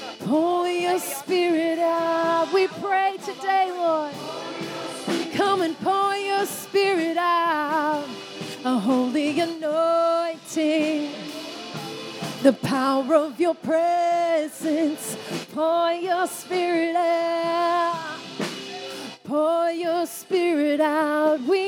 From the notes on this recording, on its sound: This was recorded in our 9am service on the 17th of October, 2021